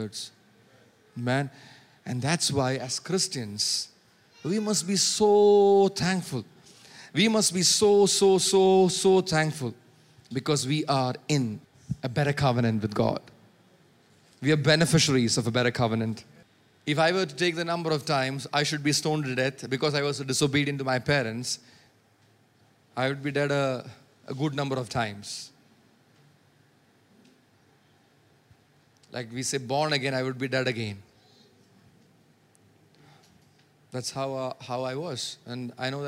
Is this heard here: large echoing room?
yes